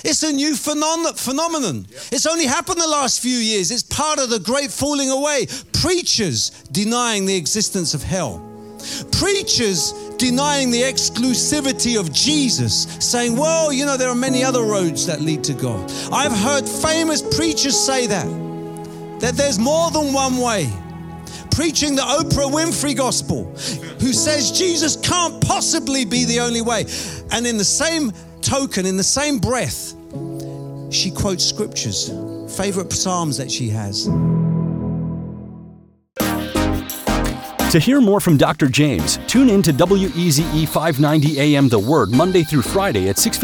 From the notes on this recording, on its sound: Preaching at Oasis Church, Watford, England.